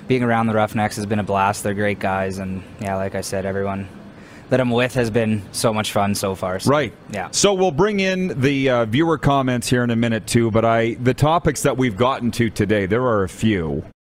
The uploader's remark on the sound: LIVE from the Grey Eagle Resort & Casino in Calgary!